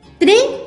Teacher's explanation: Y suena más fuerte en la penúltima sílaba, que es la sílaba tre. Entonces es una penúltima sílaba porque va al lado de la última sílaba.